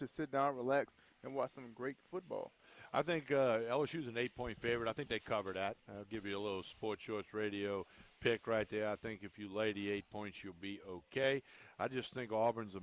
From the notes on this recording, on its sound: Hour Two is live from Calandro's!